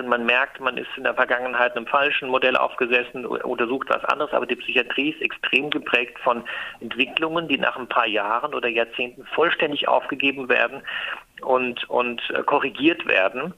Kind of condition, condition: link, phone line